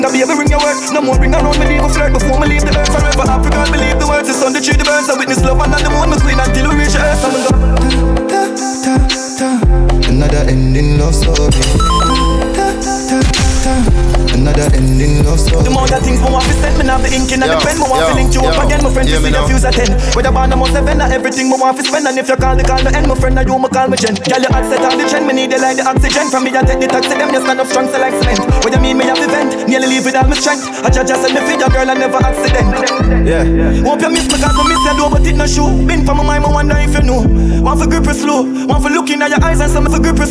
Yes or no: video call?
no